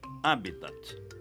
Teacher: Habitat, como proparoxítono, sem esquecer o T mudo final.